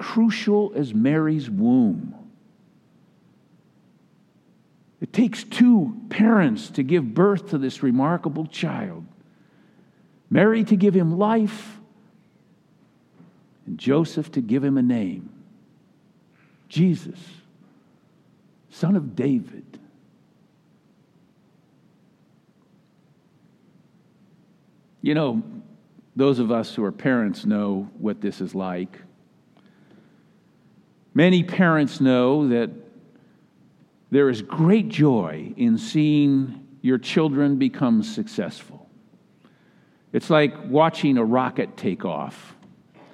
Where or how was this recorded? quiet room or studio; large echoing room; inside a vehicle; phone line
large echoing room